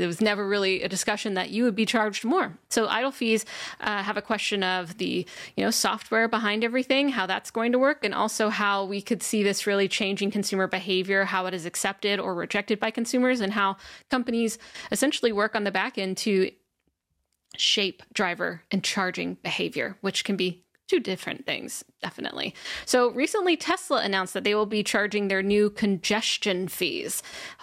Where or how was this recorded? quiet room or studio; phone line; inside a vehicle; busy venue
quiet room or studio